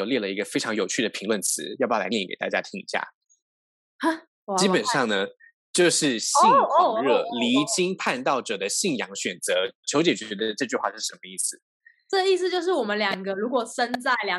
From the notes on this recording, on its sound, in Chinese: 本集節目使用 Zoom 遠距錄音，固有音質不佳、斷訊之情況敬請見諒